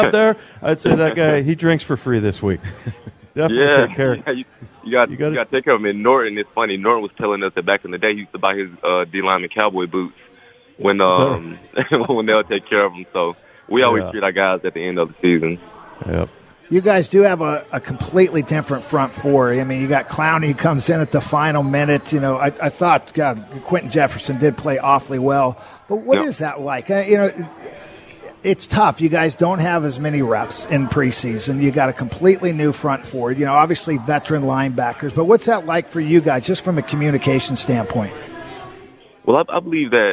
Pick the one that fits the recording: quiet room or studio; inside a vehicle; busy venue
busy venue